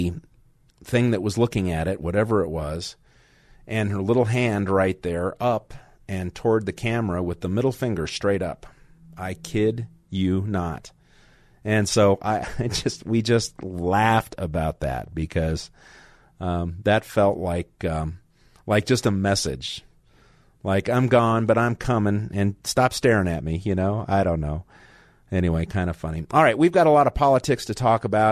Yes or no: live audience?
no